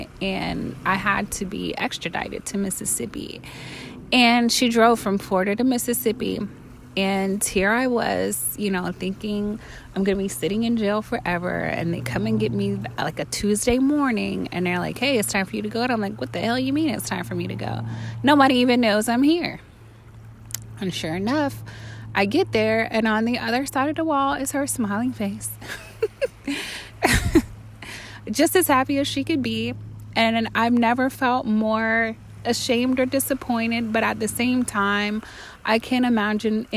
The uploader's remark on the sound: Recorded live from Bunche Beach, San Carlos Bay, FL.